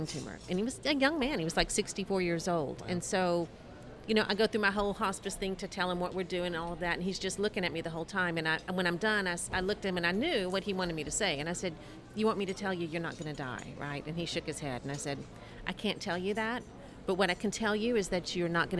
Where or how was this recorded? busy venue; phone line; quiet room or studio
busy venue